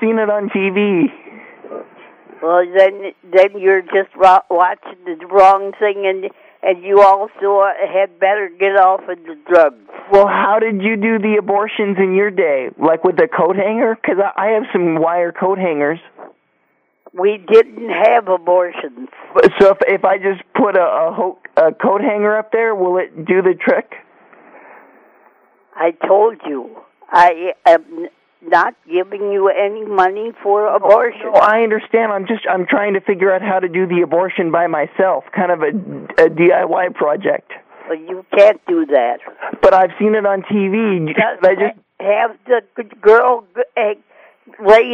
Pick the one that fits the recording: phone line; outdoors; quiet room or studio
phone line